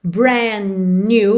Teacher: Brand new, você já junta brand com new pelo N mesmo